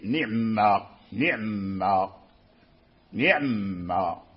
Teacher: وقرأ به أبو جعفر من القراء العشرة، قرأ بإسكان العين